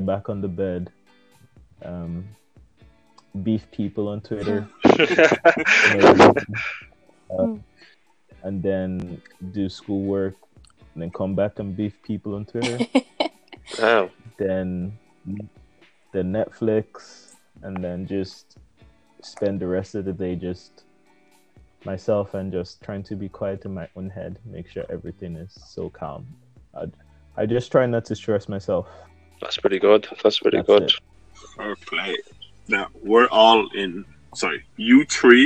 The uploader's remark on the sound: Please do excuse the sound quality